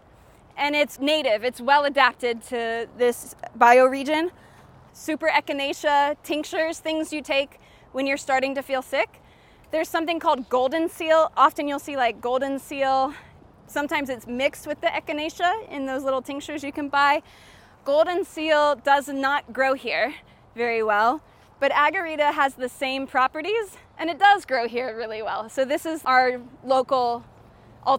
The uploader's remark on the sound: the second half of her guided tour at Festival Beach Food Forest